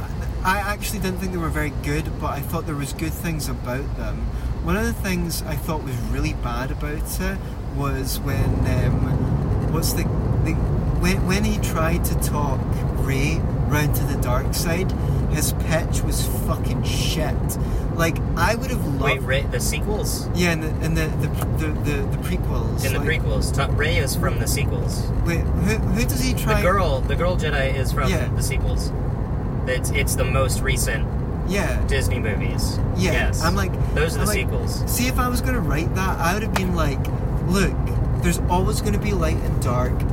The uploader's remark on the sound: We try to record while driving in the rain.